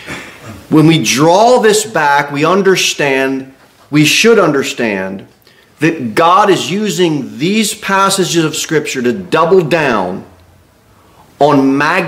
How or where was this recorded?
large echoing room